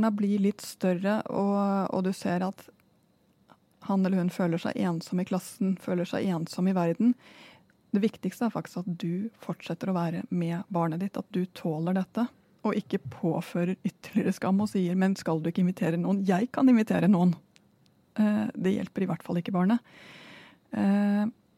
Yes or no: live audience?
no